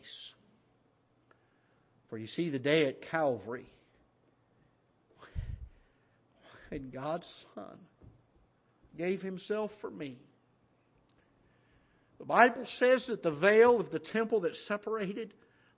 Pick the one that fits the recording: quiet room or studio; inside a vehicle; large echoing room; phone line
large echoing room